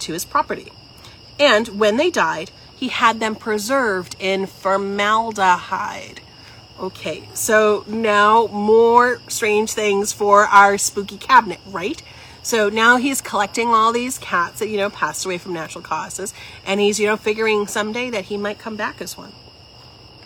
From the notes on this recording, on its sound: Recorded outside in the evening amongst the backdrop of crickets and night birds.